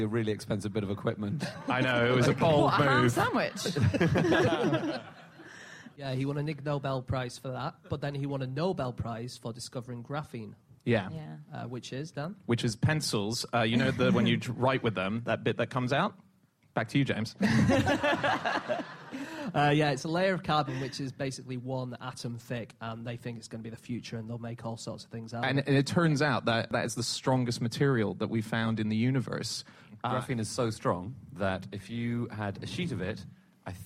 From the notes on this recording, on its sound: Live from The Edinburgh Festival